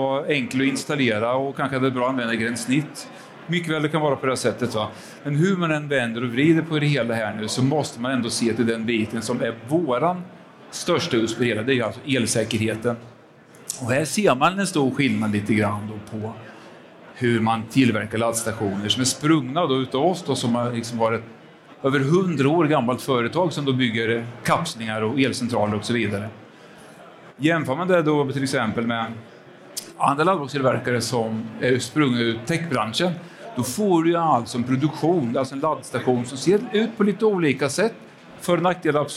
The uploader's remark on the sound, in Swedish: Elinstallapodden Live spelades in på Elfack i maj 2023.